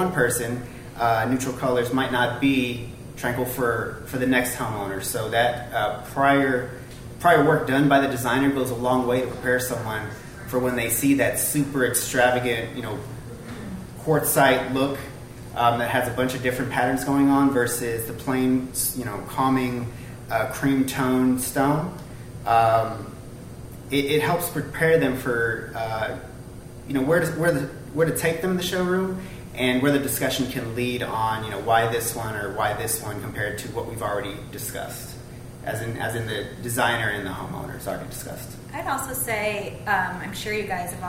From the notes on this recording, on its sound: Today we have a conversation recorded live from Design Chicago. Yes, recorded in front of a live audience.